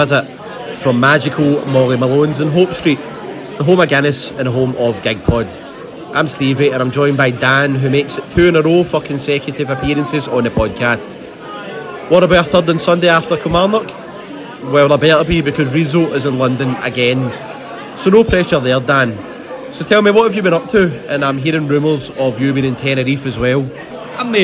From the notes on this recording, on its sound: Recorded at "Magical" Molly Malones of Hope Street.